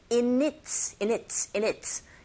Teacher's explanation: In it 같은 경우에는 in의 은이라는 자음과 it의 it의 e라는 모음이 연결되면 there's a liaison, 연음 현상이 일어나죠. 그래서 우리 귀에 전달되는 소리는 in it, in it, in it.